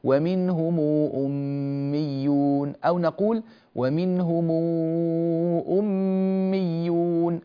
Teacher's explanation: هذه ميم الجمع بعدها همزة قطع حكمها حكم المد المنفصل. قالون له في المنفصل 2 أو 4 حركات، ورش له 6 حركات، فلذلك مددنا 6 حركات.